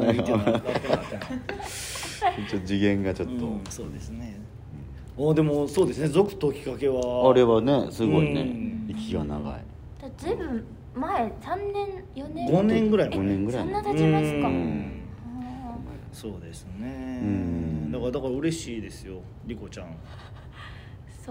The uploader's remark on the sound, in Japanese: 東京公演中に、あうるすぽっとのロビーで収録しました